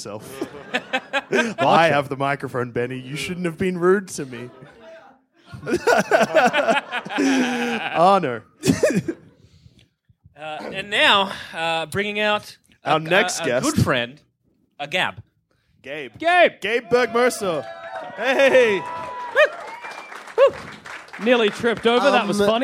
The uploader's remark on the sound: Recorded from The 2017 Sydney Comedy Festival with too many guests!